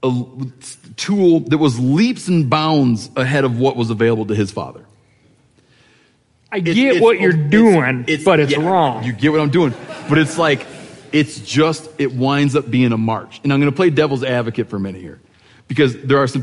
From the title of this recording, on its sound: Live from Bozeman